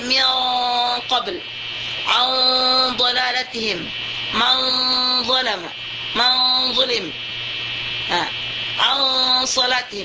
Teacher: harus ditebalkan dengungnya ikhfa ini · Term: tebal gunnahnya